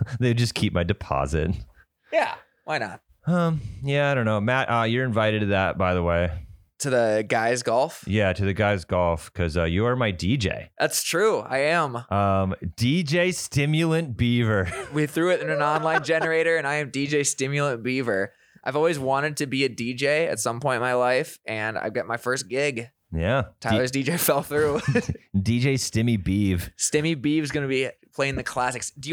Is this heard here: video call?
no